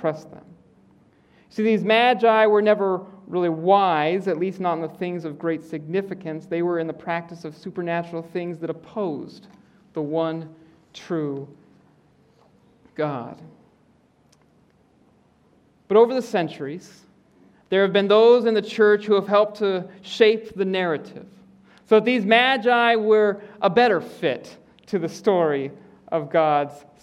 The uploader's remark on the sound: preaches in the Auditorium.